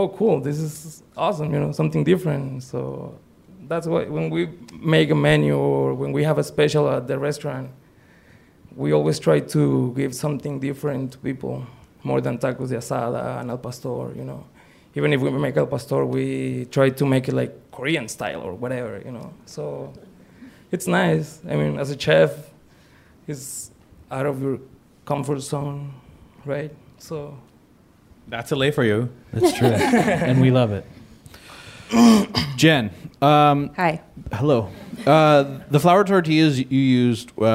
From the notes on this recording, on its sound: It's HTLA's first live special! At the Crawford Family Forum.